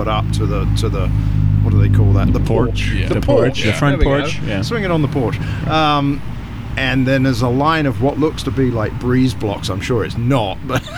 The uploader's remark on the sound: Pubcast from The Brit and Yankee. It was beautiful Fall weather when we headed down to Tinley Park to record our latest episode outside in a beer garden. We're at Banging Gavel Brews.